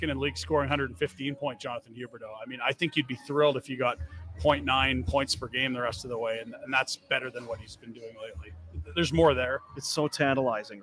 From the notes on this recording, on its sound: Post Game Show. Live from the Grey Eagle Resort and Casino!